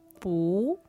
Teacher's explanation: they'll make it a second tone instead, the rising tone.